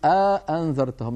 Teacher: وبعض العرب كان يدخل بين الهمزتين ألفا فيقول أأنذرتهم، يعني يبعد بينهما بأن يدخل بينهما ألفا